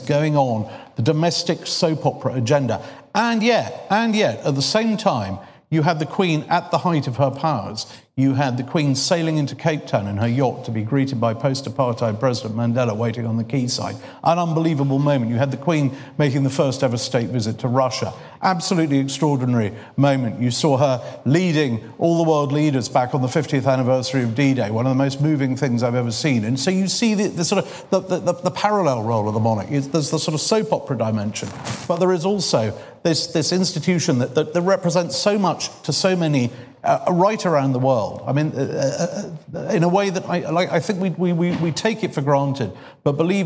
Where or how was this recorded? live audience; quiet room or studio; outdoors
live audience